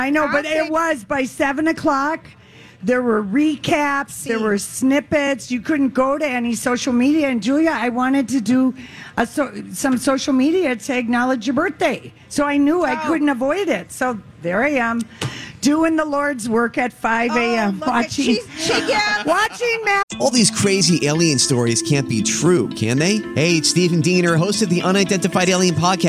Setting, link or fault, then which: setting, busy venue